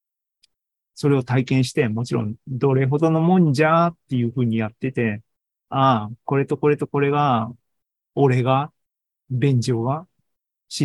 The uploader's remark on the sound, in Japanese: シーズン４４は２０２３年８月２６日に開催した ZOOMライブの模様です。